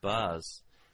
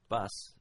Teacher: buzz is different from bus because it's got a much longer vowel